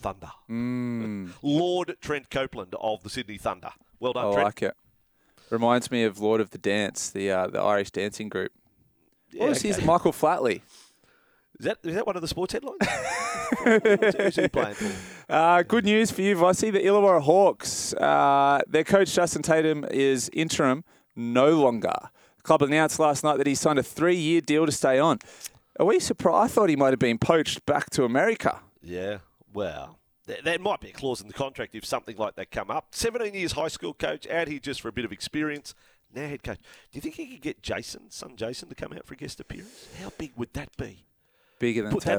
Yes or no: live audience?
no